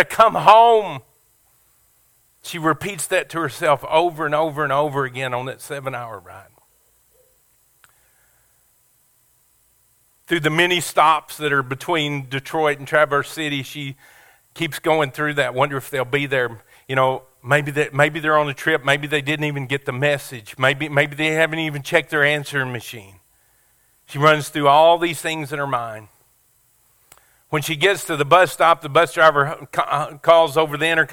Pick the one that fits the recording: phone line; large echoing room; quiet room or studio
large echoing room